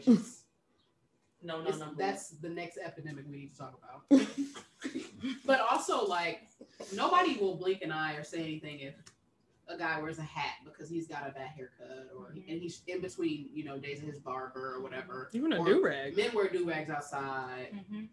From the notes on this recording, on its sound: Excuse our sound quality this week as we took the show on the road and endured some technical difficulties while all trying to record in the same room.